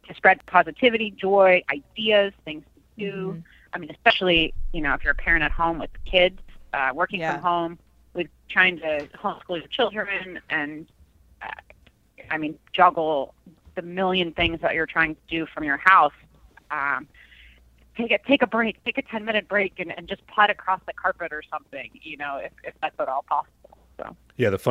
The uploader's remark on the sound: joined on the phone